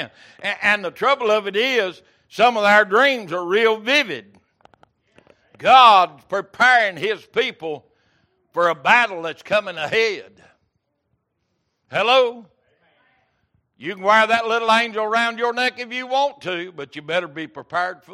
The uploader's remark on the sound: Wednesday Evening Service